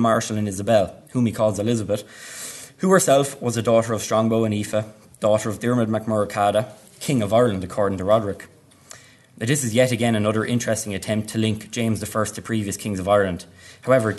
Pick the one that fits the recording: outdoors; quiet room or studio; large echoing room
large echoing room